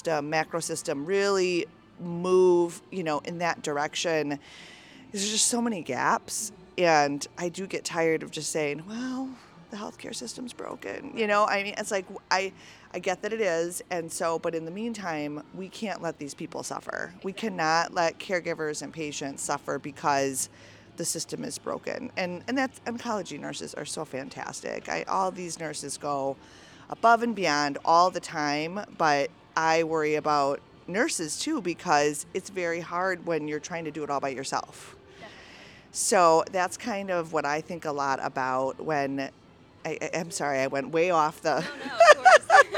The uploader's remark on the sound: Listen in to this live podcast from the 2023 Oncology Nursing Society (ONS) Congress